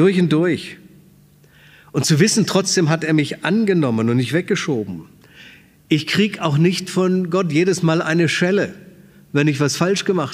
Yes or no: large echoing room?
yes